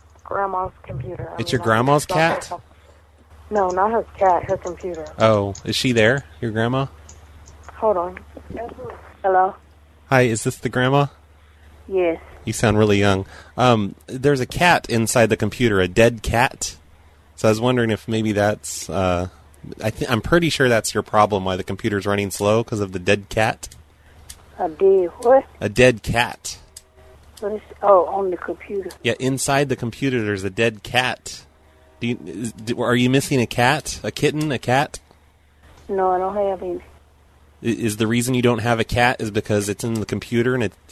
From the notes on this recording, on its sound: …'s Personal Prank Phone Calls Collection.